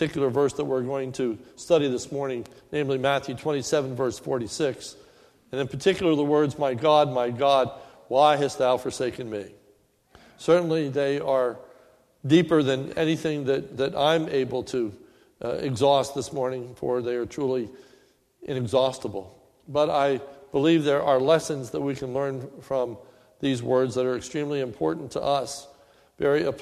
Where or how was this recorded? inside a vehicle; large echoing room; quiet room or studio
large echoing room